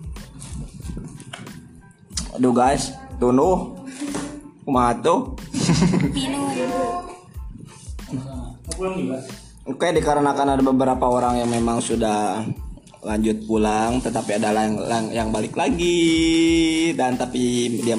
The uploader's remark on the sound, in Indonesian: Kopel purwakarta. Pokoknya maaf ya kalau berisik, soalnya banyak ciwi-ciwi yang lagi laper (padahal abis makan).